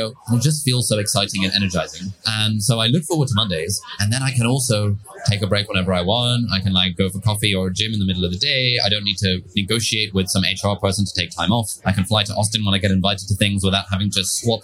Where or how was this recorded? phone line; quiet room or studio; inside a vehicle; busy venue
busy venue